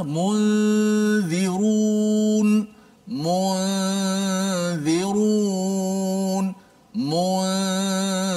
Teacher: Daripada mim terus pergi zal. Nun hanya kita kekalkan pada gunnah di hidung saja